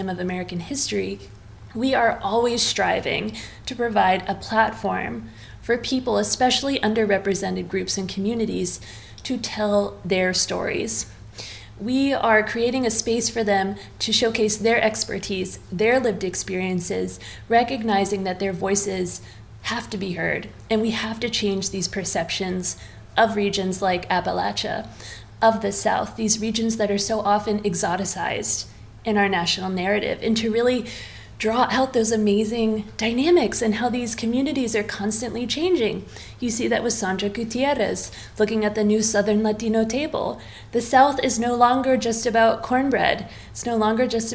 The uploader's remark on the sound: a special episode taped on location during the Roundtable sessions at the 4th Annual Smithsonian Food History Weekend in Washington, D.C.